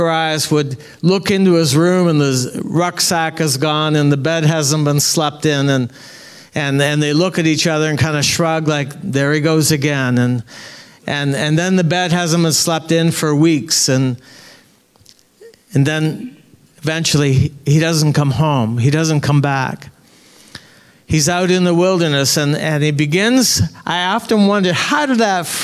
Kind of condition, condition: setting, large echoing room